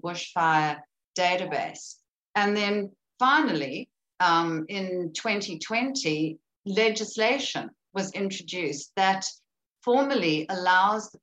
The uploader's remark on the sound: This event was held via Zoom